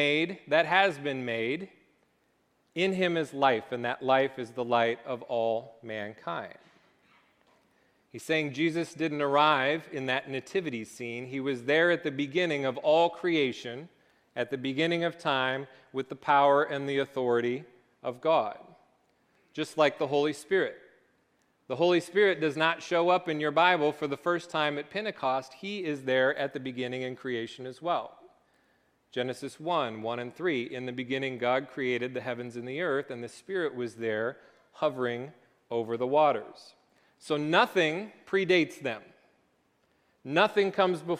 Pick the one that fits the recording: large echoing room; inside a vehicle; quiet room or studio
large echoing room